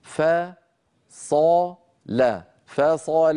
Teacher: الفاء مرققة، الصاد مفخمة، اللام مرققة، فلا بد من إعطاء كل حرف حقه وعدم أن تأثير حرف، يعني لا يقول فصال، لا نفخم الفاء والصاد بسبب مجاورة الفاء للصاد، ولا كمان نرقق الصاد بسبب مجاورة الفاء واللام.